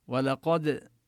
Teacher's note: ولقد نبين قلقلة الدال، والواو واللام مرققان أما القاف مفخمة